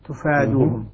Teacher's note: بضم التاء والمد الذي بعد الفاء